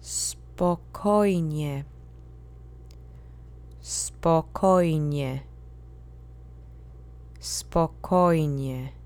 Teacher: The accent moves to the second syllable, because it's always the penultimate syllable, or mostly.